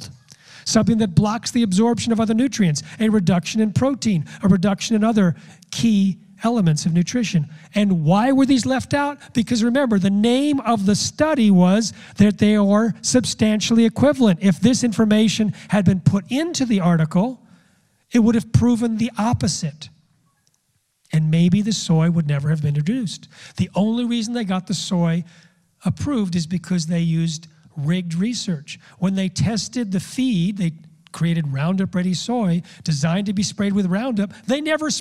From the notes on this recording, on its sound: speaks in front of a Real Truth About Health conference audience